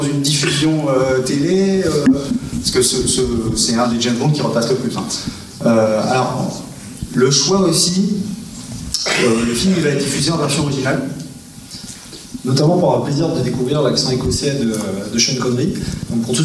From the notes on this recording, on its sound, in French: pendant la séance spéciale enregistrée au mois de Janvier à L'Alliage Olivet : retrouvez-les en échange avec le public